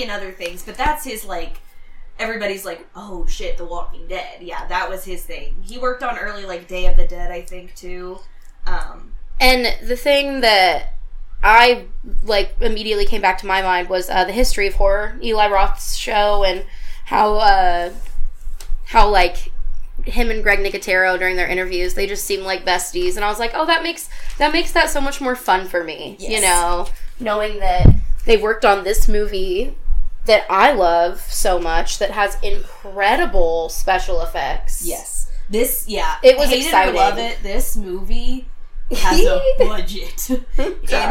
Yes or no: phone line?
no